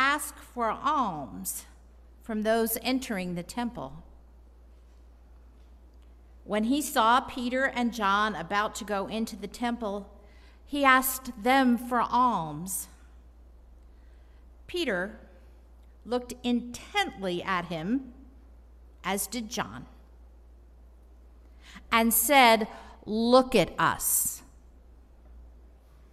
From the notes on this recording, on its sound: Bonus - Installation Sermon & Charge. At the service of installation.